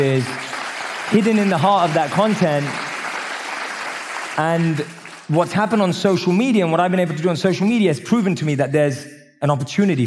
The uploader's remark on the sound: Live from Mindvalley’s stage